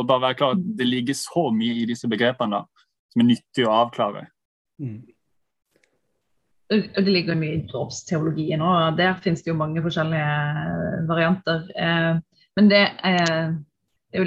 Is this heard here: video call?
yes